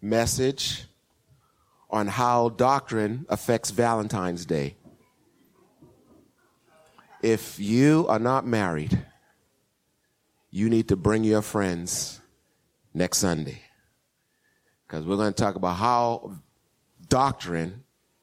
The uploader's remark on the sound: Recorded 2016-02-07 08:30am Service